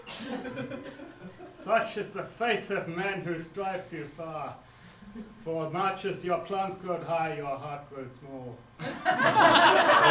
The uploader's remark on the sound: extracts from the live Stand Up Tragedy that happened at The Leicester Square Theatre on Monday 4th June 2012